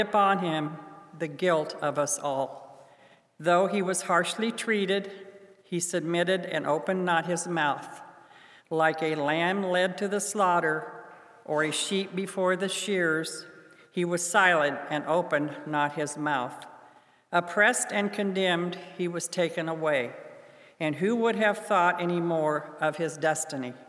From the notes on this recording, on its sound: Good Friday from Holy Spirit Catholic Church in Creston Iowa